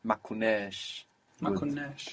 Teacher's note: Remember that stretched A can sound more like an E.